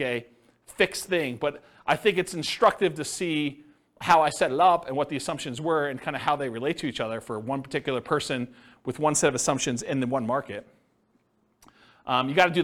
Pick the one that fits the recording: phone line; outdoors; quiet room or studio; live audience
live audience